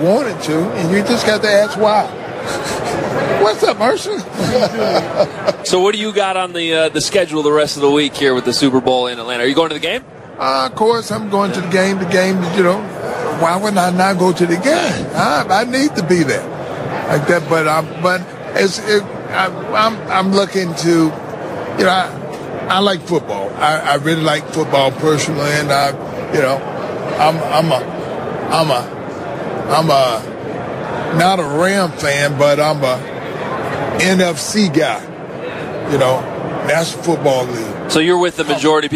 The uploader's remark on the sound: Live From Radio Row Day 4